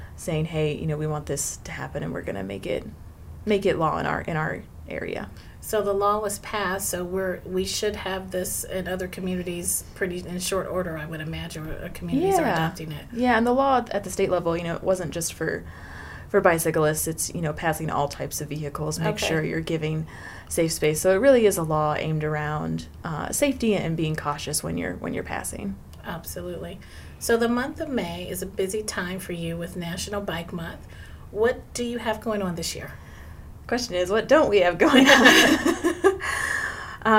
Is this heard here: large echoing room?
no